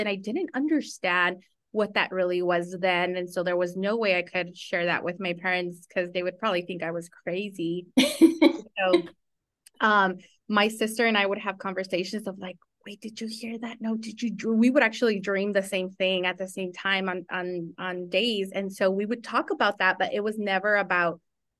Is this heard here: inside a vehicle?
no